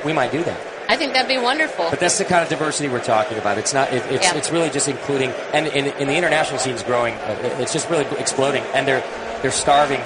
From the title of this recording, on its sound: Live from NHC 2014